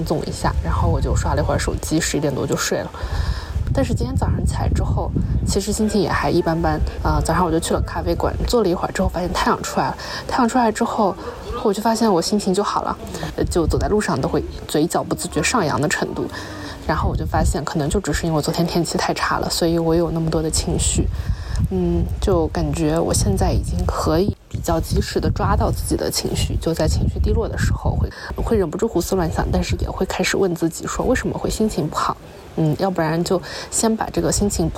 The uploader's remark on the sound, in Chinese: 这期是来自罗马古城Perge和伊斯坦布尔机场的现场报道